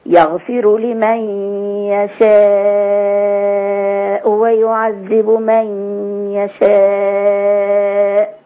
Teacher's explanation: نعم المد في يشاء ست حركات